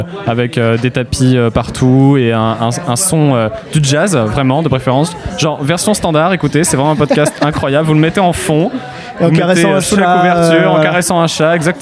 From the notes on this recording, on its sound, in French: enregistré au Wine Therapy (Paris 9e)